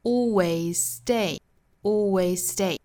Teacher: l 的发音， you will alwaysstay。那还有最后的部分就是 always 和 stay 之间也是两个相同口型的辅音， always 尾部是一个 z 的浊音，后面 stay 是一个 s 的轻辅音，所以其实是口型相同的，一个是 z 一个是 s。那这个时候呢我们有一个同化音的处理，只读后面 stay 的这个 s 的发音前面省略掉，中间会有声音的延迟